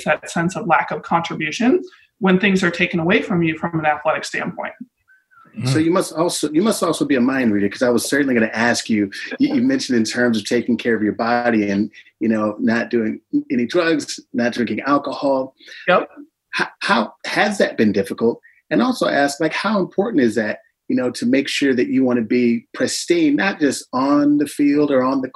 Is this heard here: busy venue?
no